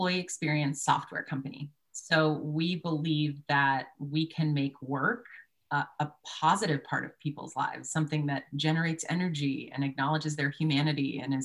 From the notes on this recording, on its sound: Mindset webinar recording.